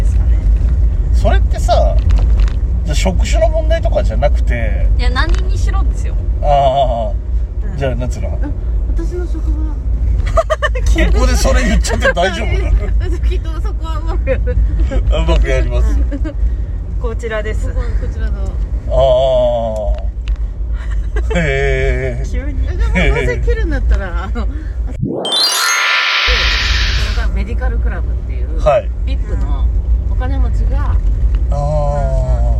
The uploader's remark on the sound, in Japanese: 尚、ドライブ収録ですので、音質につきましてはご容赦ください。